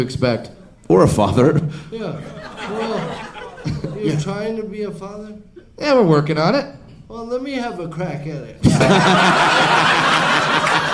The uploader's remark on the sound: LIVE from Comedy Works in Denver!